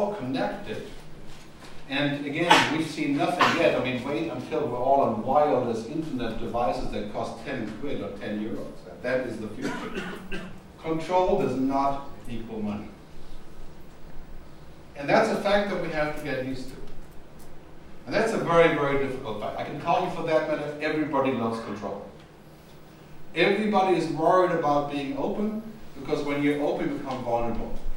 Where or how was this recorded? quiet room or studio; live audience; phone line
live audience